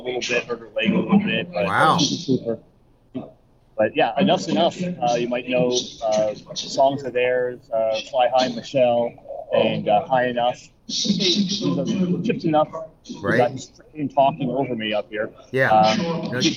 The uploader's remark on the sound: LIVE from MORC 22 Monsters of Rock Cruise 2022